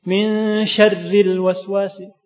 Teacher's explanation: Karena harokatnya fathah. Ketika berharokat kasroh dibaca tarqiq tipis.